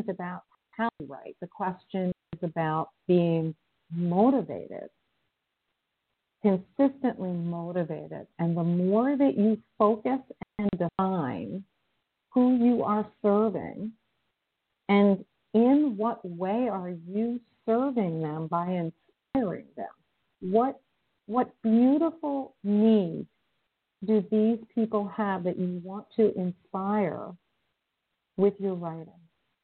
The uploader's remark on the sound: in response to callers' questions